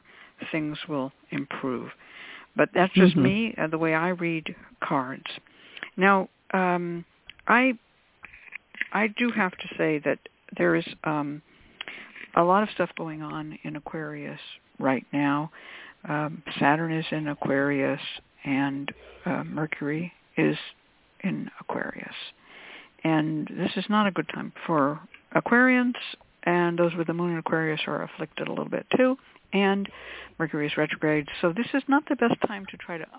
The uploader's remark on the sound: The Lucky Mojo Hoodoo Rootwork Hour is a real, live call-in show where the general public gets a chance to ask about actual problems with love, career, and spiritual protection. We begin this show with a Discussion Panel.